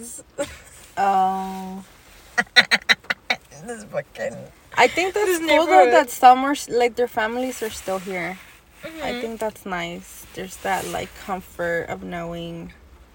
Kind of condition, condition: fault, background noise